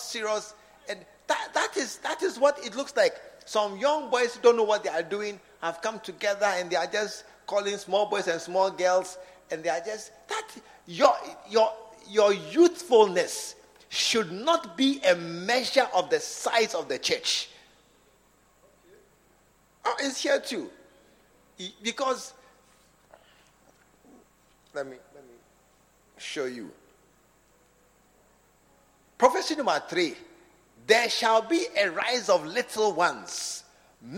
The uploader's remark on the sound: Preached at the SAT Service at True Vine Cathedral, Bantama